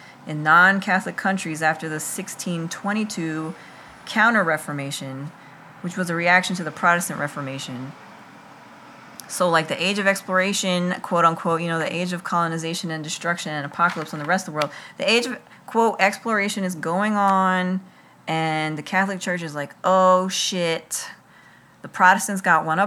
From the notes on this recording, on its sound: includes the ambient background sounds of summer in Philadelphia